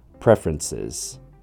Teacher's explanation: I know this has four syllables, but it actually sounds like three instead.